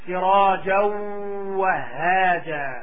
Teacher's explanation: Make sure that you note that when you are making this idgham that your lips come together when you are holding and stressing the letter, the waw